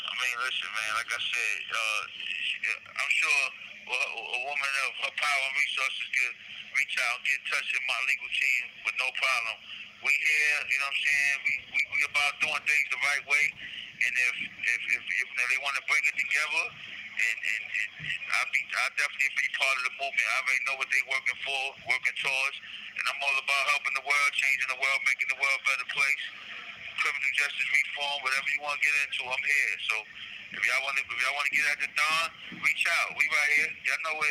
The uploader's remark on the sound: Phone Interview